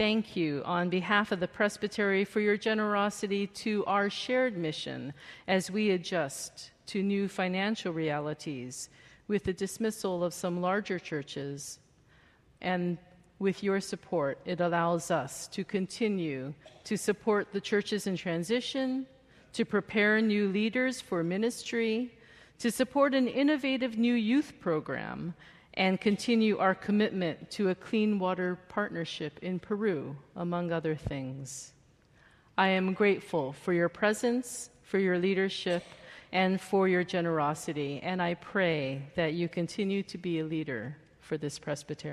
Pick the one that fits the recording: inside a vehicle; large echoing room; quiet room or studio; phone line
large echoing room